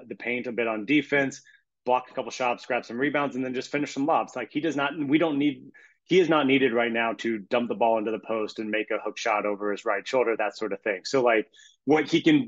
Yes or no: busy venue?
no